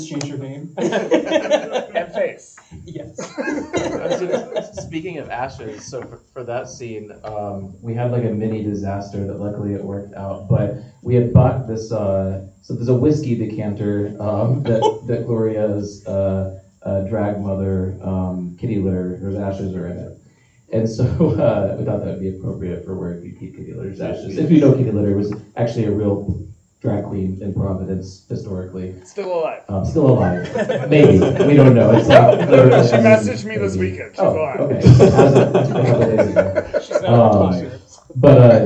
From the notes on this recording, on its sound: Live Event. Live Recording At Cinema Salem!